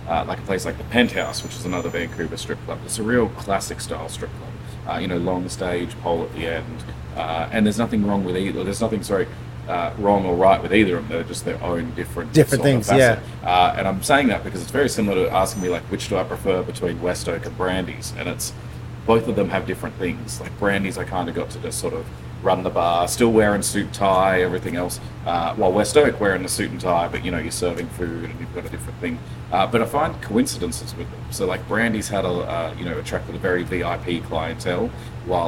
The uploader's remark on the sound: Speak about the nightlife scene on location inside of Lamplighter Bar in beautiful Gastown, Downtown Vancouver, B.C.